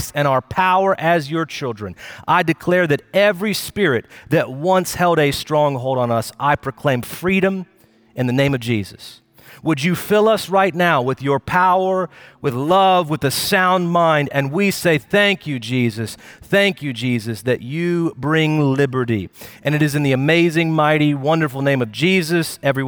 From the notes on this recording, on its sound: Recorded Live at Brookwood Church.